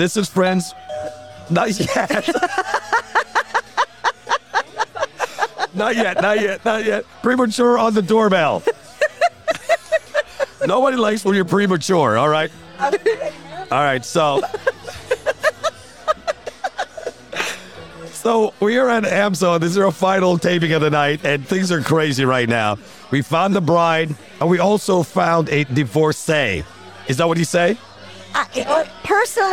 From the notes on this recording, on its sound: To end this bundle of episodes recorded at American Social, we are going out with a bang! Recorded at American Social Las Olas.